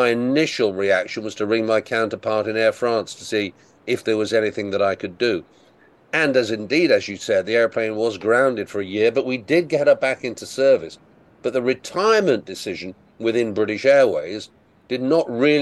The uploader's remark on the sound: from Dulles International Airport in Washington, DC.